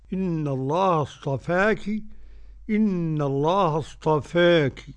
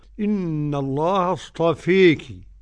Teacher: وقرأ حمزة والكسائي خلف العاشر بالإمالة الكبرى · Shown in: second take · إن الله اصطفيك، والباقون بالفتح.